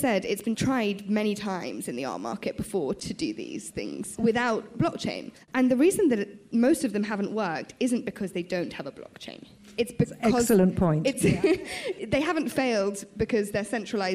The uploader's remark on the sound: at the FT’s recent Weekend Festival in London